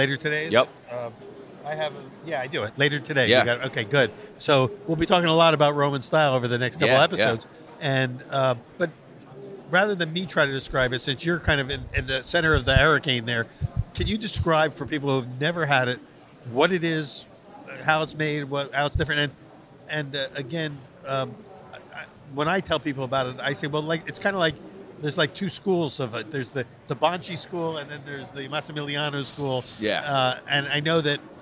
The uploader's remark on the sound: recorded at the Northeast Pizza and Pasta Expo in Atlantic City, NJ